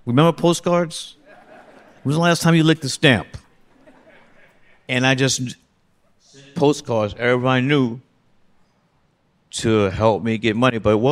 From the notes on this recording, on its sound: at the New Yorker Festival